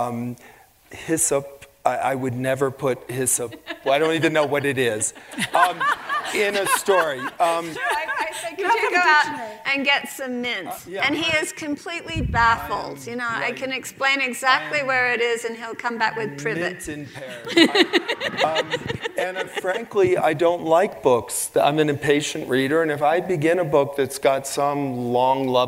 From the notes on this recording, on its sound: onstage for a lecture series held by Aspen Words